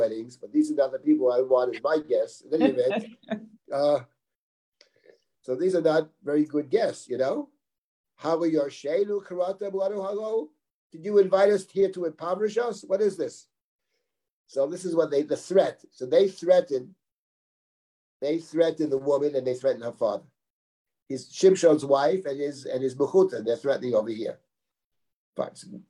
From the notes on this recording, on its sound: This audio was originally captured from Zoom